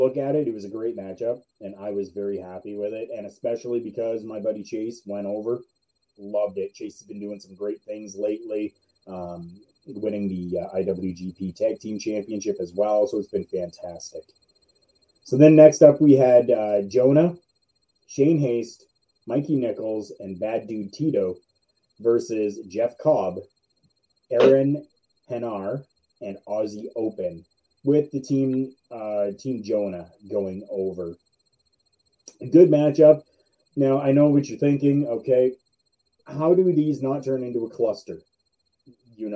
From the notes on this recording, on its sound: Audio issues happened during the live broadcast of the show that could not be corrected.